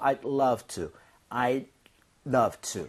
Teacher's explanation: 이럴 경우에 I do 이렇게 하지 마세요. D 사운드는 거의 안 납니다. 그래서 차라리 I do 할 거면 D를 drop 하는 게 오히려 날 정도예요. 혀가 입천장에 살짝만 붙는다는 느낌이에요. So I'd love to.